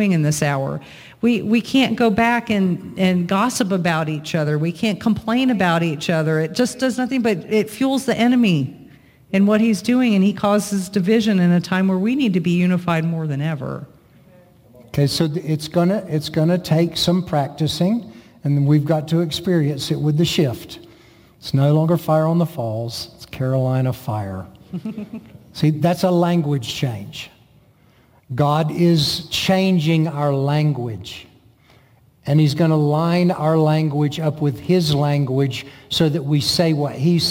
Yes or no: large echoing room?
yes